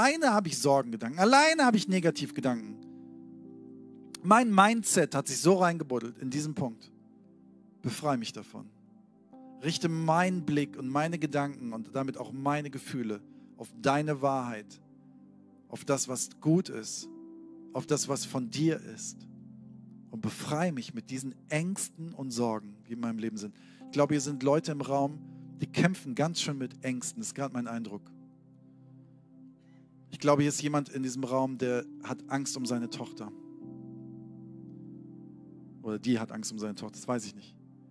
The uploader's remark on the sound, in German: Sonntagspredigt aus dem Standort Bochum.